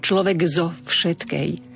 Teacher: Veď čo bude mať a potom spojenie človek zo, tu sa opäť, vďaka tomu, že z je znelá spoluhláska, mení koncové k v slove človek na g